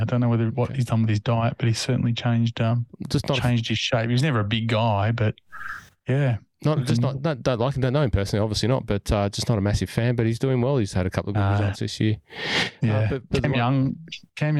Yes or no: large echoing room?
no